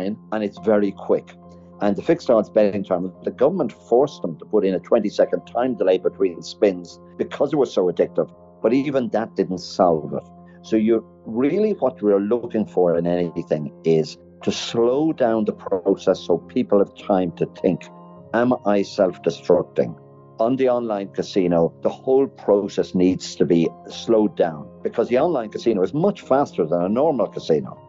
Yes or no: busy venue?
no